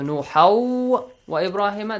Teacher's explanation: this Tanwin Fatha will be merged with the next letter and Alif is skipped there · Term: Idgham